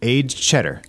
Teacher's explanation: it sounds like there's no D · the D and the Ch become one sound.